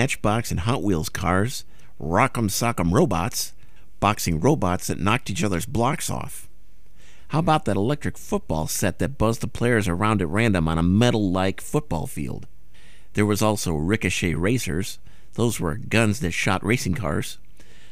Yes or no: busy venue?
no